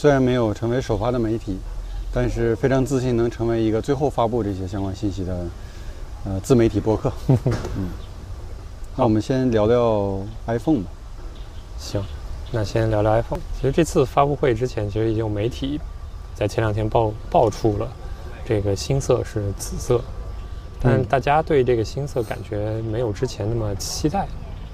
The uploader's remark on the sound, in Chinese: 这次虽然做了一些准备，但发现室外背景的杂音还是挺多。